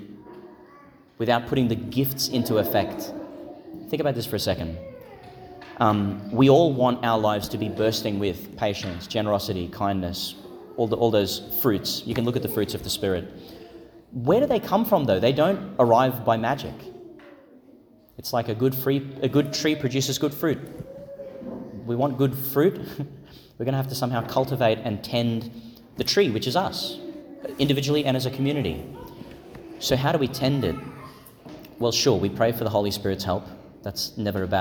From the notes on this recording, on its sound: Homily for Pentecost Sunday Vigil, delivered in St Patrick's Catholic Church, Calliope, Qld.